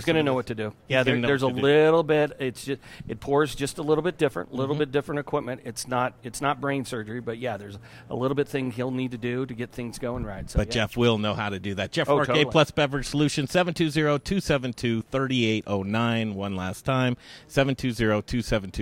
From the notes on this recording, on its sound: We're live at Blake Street Tavern downtown